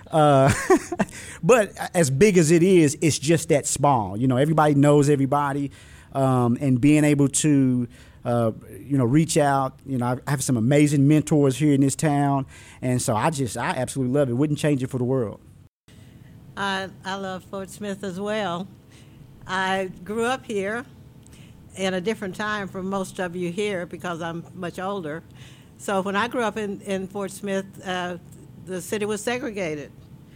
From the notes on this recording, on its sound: Undisciplined comes to you live from Aki'bart Gallery in Fort Smith, Arkansas